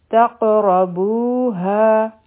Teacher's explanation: تا او قاف به وتړلی شي، په قاف باندې به قلقله وکړو، را به هیوي وایو، غټه به وایو ځکه چې په دې باندې فتحه ده